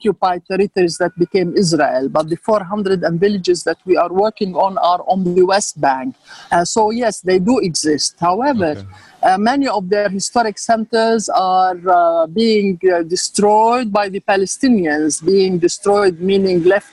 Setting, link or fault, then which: link, video call